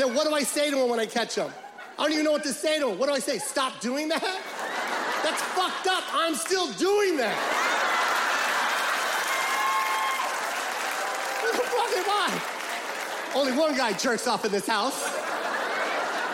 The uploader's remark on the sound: Live from Seattle